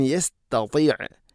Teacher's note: ഒന്നാമത്തെ ത ലൈറ്റ് ലെറ്ററാണ്, അഥവാ കനപ്പിക്കാതെ ഉച്ചരിക്കേണ്ട അക്ഷരം. രണ്ടാമത്തേത് ത, കനപ്പിച്ചുച്ചരിക്കേണ്ട അക്ഷരമാണ്, അതുകൊണ്ട് രണ്ടും ഒരുപോലെയാവരുത്, തീർത്തും വ്യത്യസ്തമാണ്.